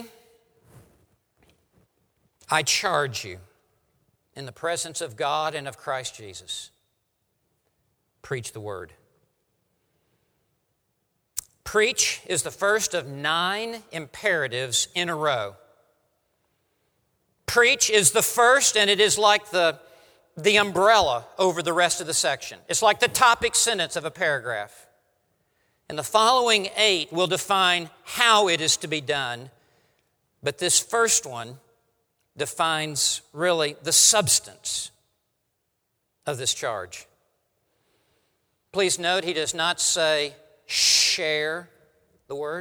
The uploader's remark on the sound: preaches at RTS Orlando on behalf of One Passion Conference